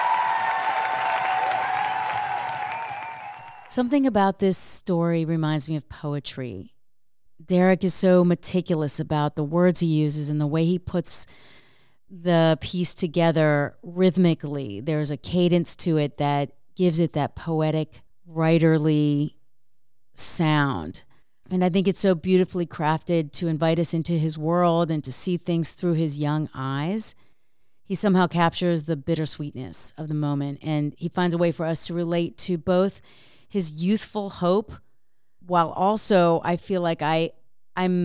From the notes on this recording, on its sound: true stories told live on the Story District stage